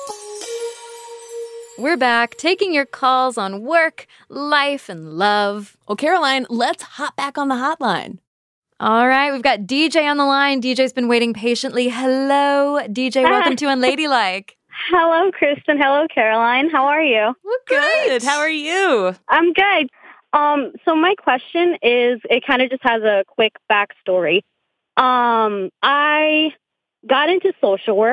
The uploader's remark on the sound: Open the Unladylike Hotline to take listeners' calls, live 'n' unrehearsed.